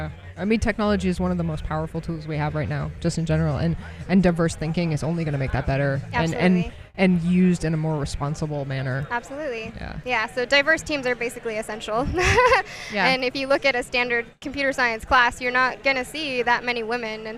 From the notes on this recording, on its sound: Live from LFNW